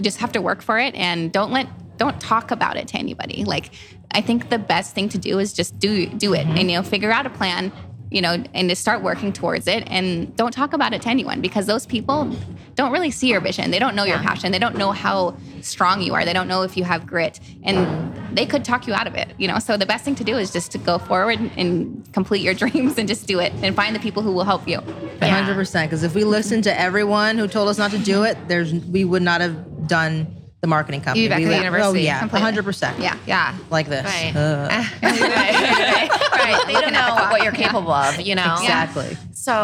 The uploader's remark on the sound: We’re live at Café Lola in Las Vegas.